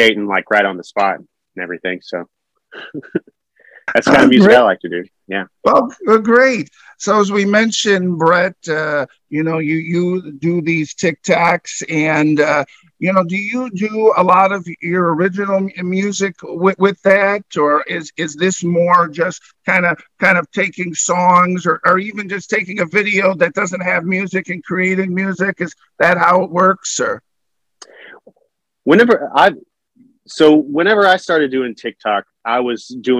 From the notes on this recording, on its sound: Original Zoom Audio